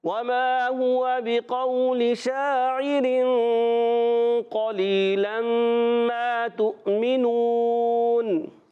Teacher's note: اب ملا کر جب پڑھیں گے شاعرن اخفاء غنہ کریں گے